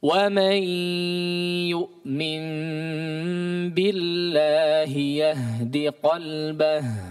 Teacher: Qalbah sama diakhiri dengan ha, diperhatikan, keluarkan huruf ha-nya.